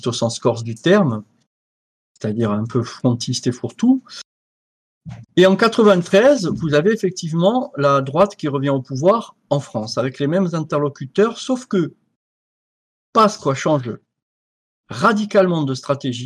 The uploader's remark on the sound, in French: Captation de Visioconférence